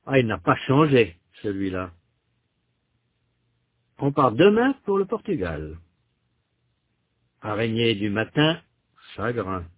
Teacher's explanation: La voix monte sur la dernière syllabe du premier groupe et elle descend sur la dernière syllabe du deuxième groupe. · Term: deux groupes rythmiques